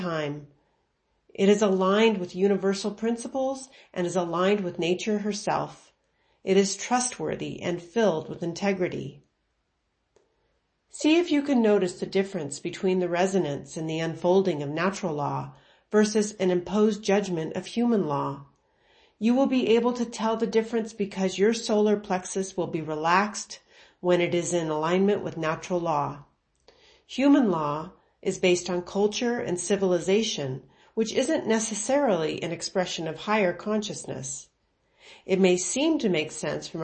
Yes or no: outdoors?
no